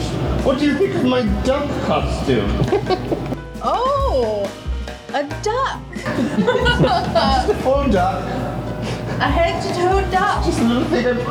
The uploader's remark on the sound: Listen along with our live audience